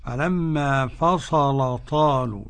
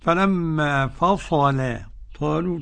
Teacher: قرأ ورش بتغليظ اللام · Shown in: first take